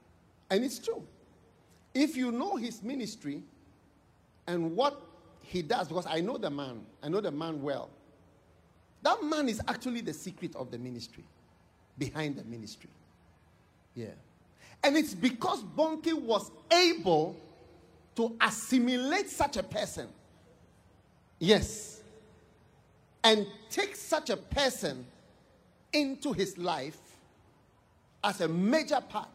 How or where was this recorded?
live audience